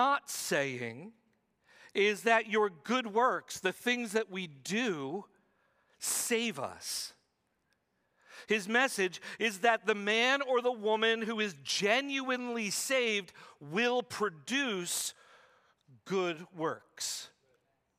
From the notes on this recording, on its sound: preached this sermon at Covenant Fellowship Church on July 16, 2023.